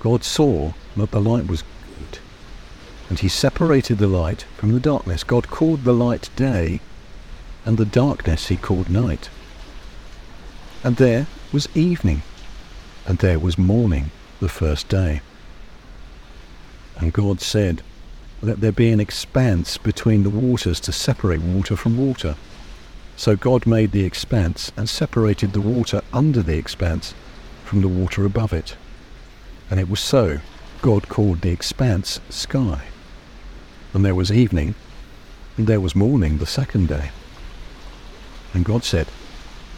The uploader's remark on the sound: The sounds of the sea and of Swanage were recorded today from 'The Haven' on Swanage Bay. Although there are a few noisy people, I hope this natural soundscape helps give atmosphere to this first recording.